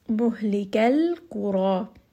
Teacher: Now because the ra is heavy, the med itself will also be heavy.